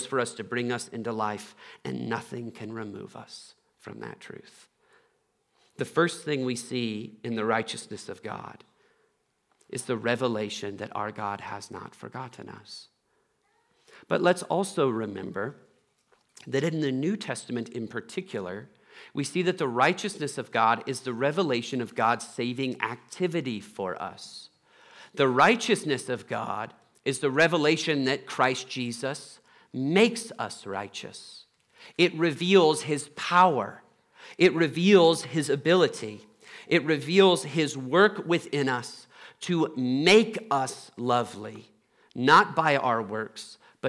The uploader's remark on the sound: Trinity Anglican Church Littleton, CO.